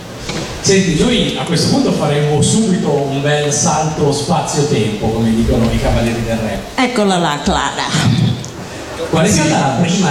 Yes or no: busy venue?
yes